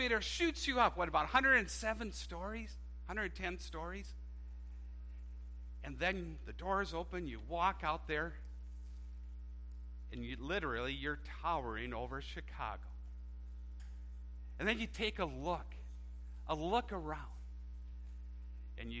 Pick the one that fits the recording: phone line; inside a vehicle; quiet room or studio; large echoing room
large echoing room